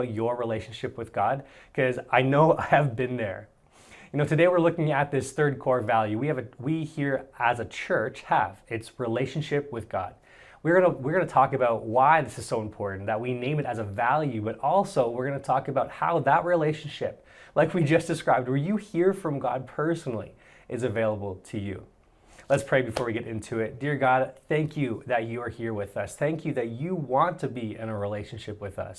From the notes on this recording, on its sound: Audio taken from our Church Online Service